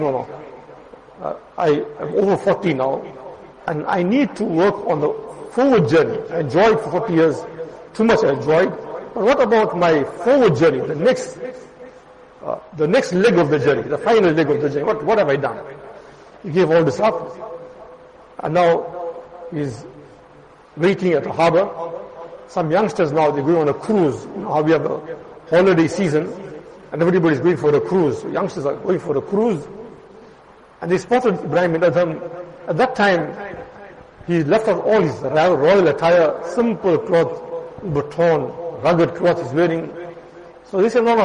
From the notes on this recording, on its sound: Jumuah lecture at Madressah Taleemuddeen